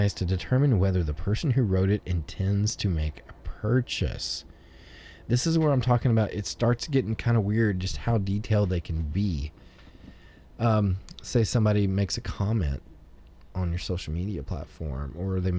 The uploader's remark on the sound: Also, it was recorded on a boat and has sea shanties!